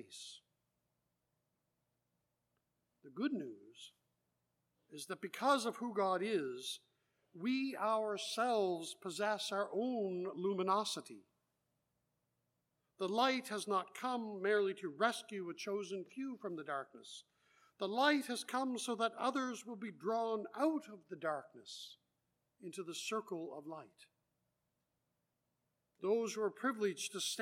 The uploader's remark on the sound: Live Worship Service